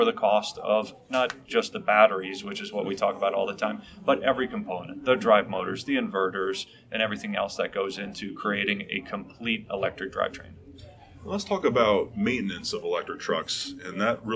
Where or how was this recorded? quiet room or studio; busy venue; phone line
busy venue